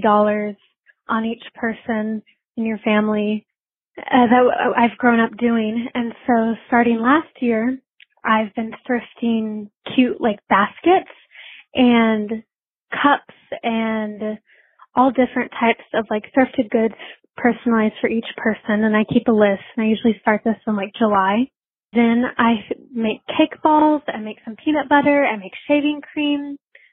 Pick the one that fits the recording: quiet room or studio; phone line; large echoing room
phone line